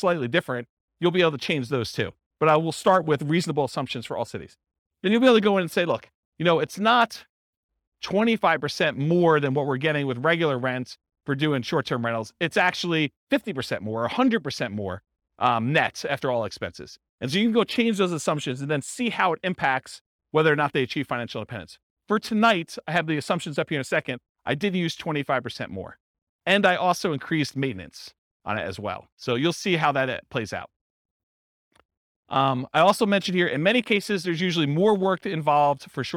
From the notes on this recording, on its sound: This was a live class recorded